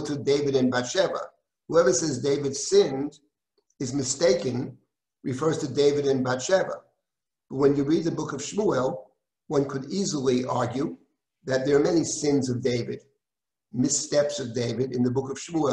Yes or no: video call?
yes